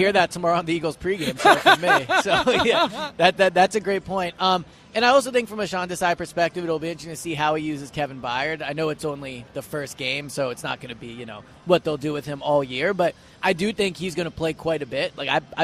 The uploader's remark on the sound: live at Parx Casino